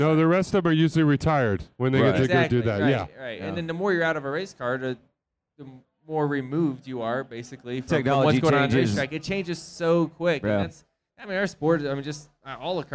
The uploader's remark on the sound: recording it live from the 2017 SEMA Show in Las Vegas